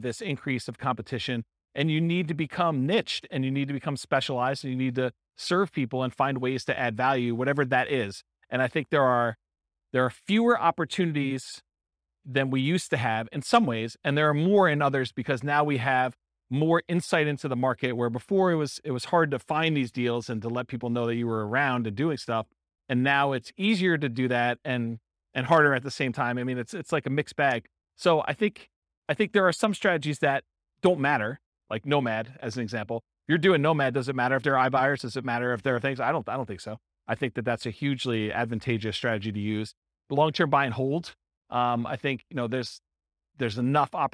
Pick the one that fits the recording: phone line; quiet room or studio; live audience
live audience